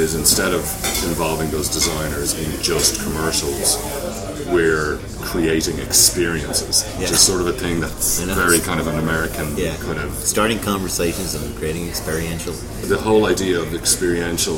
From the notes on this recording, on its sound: Recorded: A noisy wine bar in Cannes